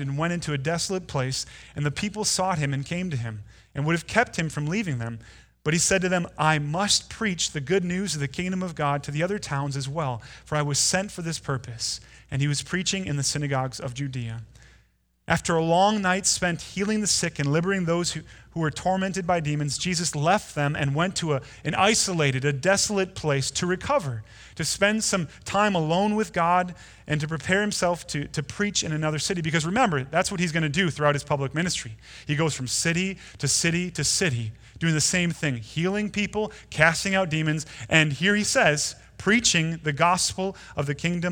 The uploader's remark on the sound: Delivered Sunday, February 16, 2020 at Woodridge Community Church (New Berlin, WI).